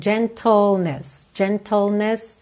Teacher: É tl, tl. É como se você fosse do T pro L direto, ok? L, língua lá no céu da boca. Então, gentleness, gentleness, sobriety.